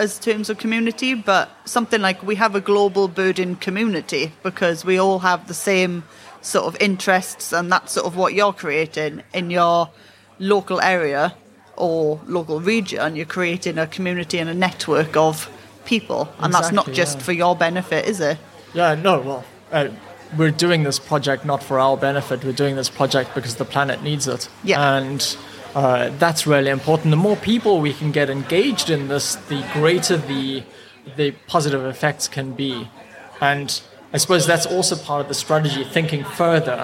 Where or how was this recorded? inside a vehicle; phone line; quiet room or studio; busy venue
busy venue